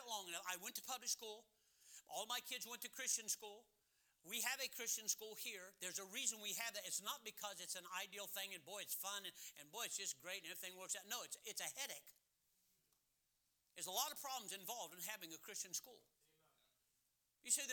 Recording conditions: large echoing room